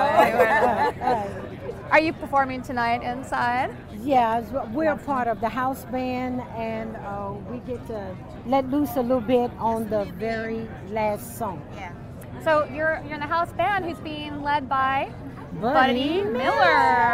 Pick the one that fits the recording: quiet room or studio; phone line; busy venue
busy venue